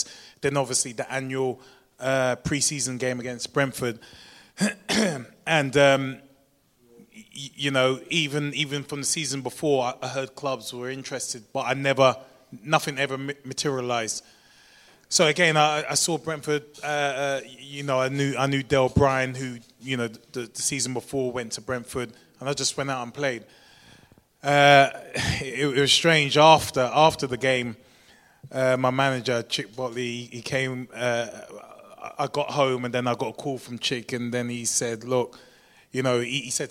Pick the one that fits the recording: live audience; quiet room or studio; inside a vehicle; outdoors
live audience